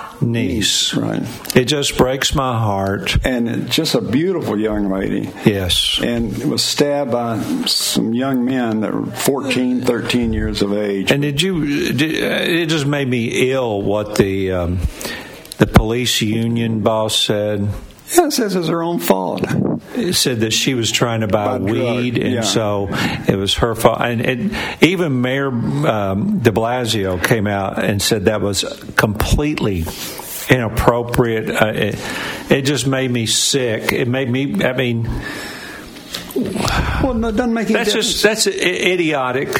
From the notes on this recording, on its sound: LIVE from Ruby Falls on Lookout Mountain in Chattanooga!